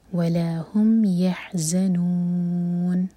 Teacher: लास्ट वाला जो नून है तो नून 4 हर का लम्बा होगा · Term: मद आरत लिस्सुकून